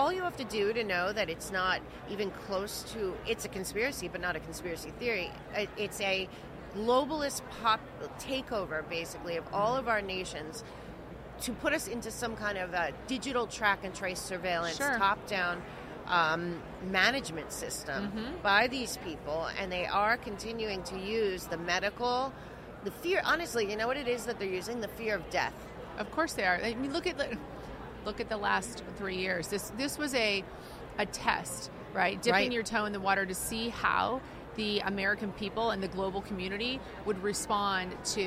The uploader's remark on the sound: Podcast at AmFest.